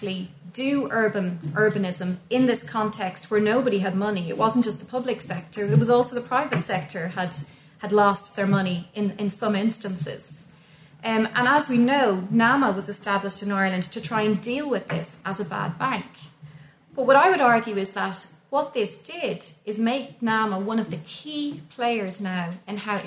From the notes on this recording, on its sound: Recorded at the Dockland Encounters Symposium.